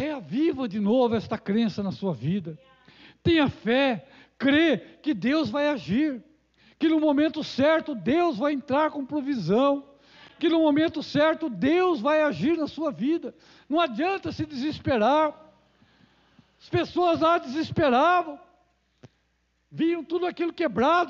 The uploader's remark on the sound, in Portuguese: Culto gravado em 03/12 durante a celebração do culto de cura e libertação.